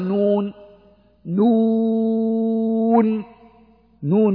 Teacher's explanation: هذه الواو بعدها نون ساكنة فمددناها بمقدار 6 حركات